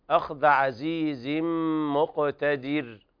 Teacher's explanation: هنا الراء رققت لأنها ساكنة سكون عارض وقبلها مكسور.